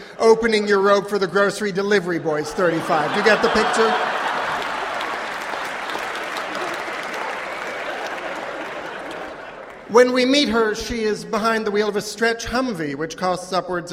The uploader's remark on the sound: Stories recorded during our 2007 live tour. Went on the road with us to New York, Boston, Minneapolis, Chicago, Seattle, and Los Angeles; and performed brand-new stories in front of sold-out audiences.